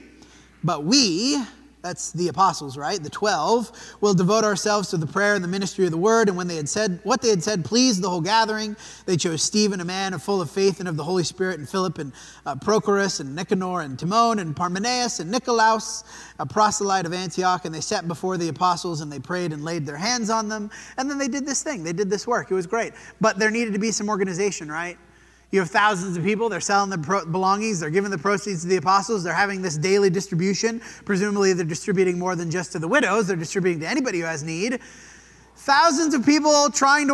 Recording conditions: large echoing room